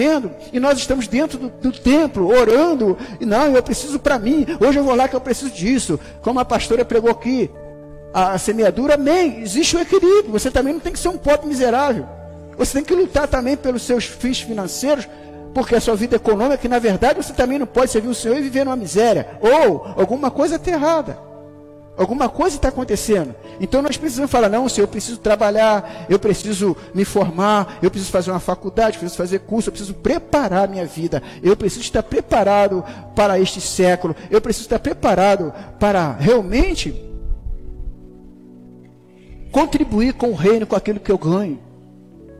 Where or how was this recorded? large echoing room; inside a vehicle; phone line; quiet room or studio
large echoing room